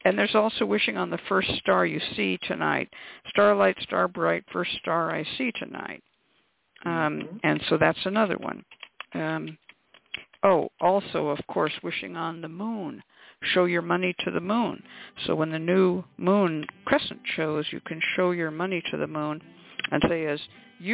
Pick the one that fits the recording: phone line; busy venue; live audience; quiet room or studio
phone line